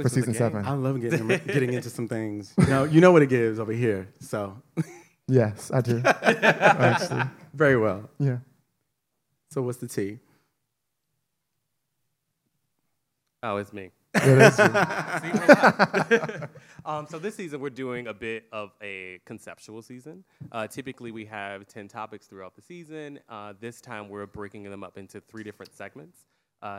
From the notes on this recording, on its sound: This special episode was recorded in front of a live audience, marking an exciting milestone for our podcast.